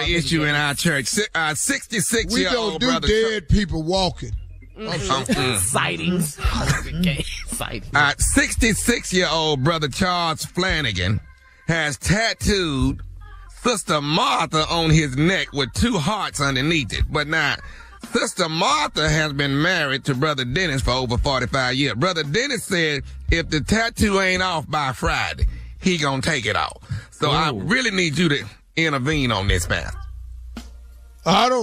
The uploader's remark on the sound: is having issues with his phone